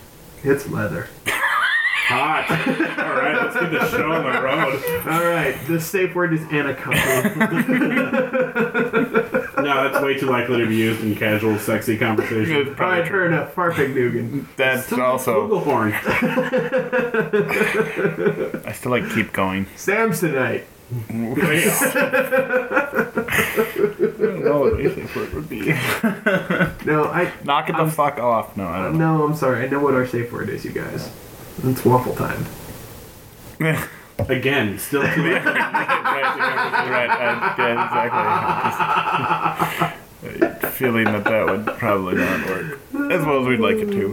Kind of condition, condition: fault, poor sound quality